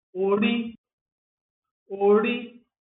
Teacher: com tom médio e alto, para identificar alma, essência, cabeça de uma pessoa